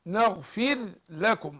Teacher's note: أظهر الراء مفيش إدغام